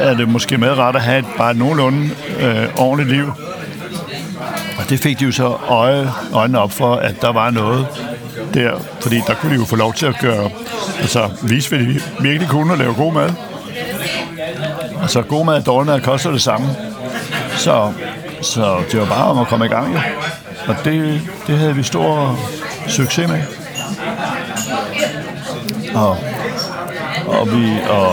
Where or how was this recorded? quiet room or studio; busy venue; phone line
busy venue